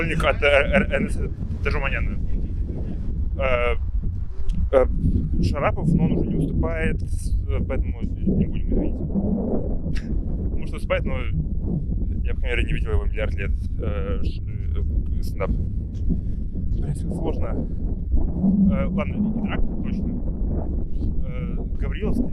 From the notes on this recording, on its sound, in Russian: После половины разговоров закрыли заведение и нам пришлось продолжение на улице записать:( Я не взял ветрозащиту, прощу прошение, но что-то в наушниках можно услышать